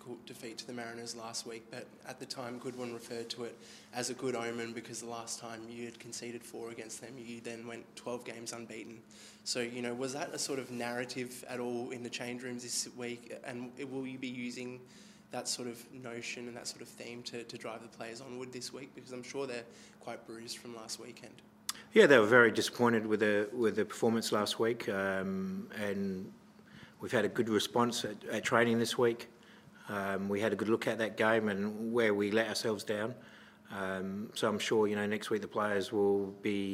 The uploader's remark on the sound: post-match press conference